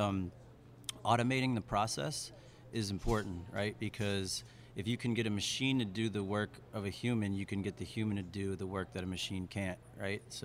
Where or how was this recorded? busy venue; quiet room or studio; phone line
busy venue